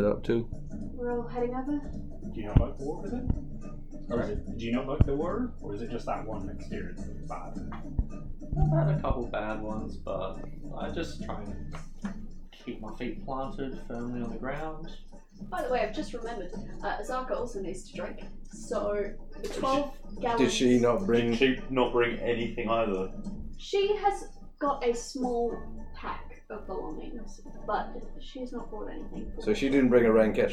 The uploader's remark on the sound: There were several technical difficulties/mistakes during this recording audio quality may be lower.